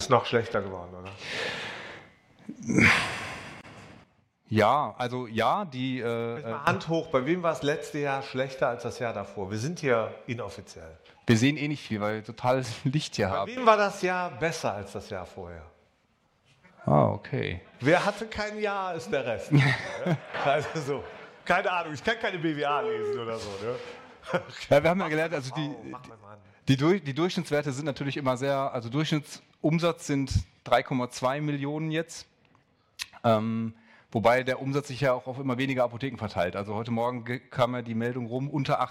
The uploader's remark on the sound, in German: Unser Podcast wurde diese Woche in einem etwas anderen Setting als üblich aufgenommen: nämlich live von der Bühne der MVDA Delegiertenkonferenz. Vor den rund 250 Delegierten.